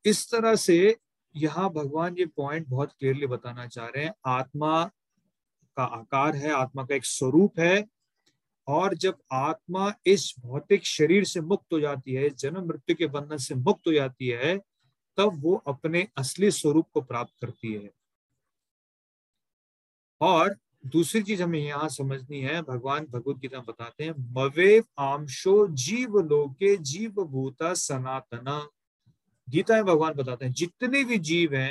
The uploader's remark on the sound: Zoom recorded class